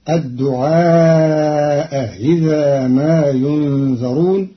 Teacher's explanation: قرأ قالون كلمتي الدعاء إذا بتسهيل الهمزة الثانية بينها وبين الكسر